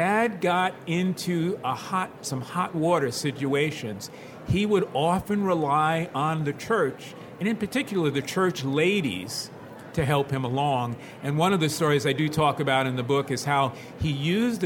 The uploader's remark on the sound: This episode of Editors Unedited was recorded live on the ALA 2019 show floor.